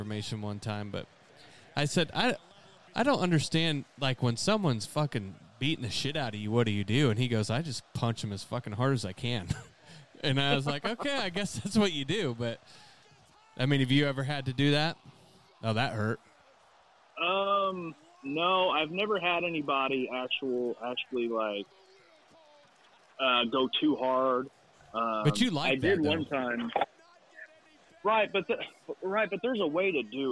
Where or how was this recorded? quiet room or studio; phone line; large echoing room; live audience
phone line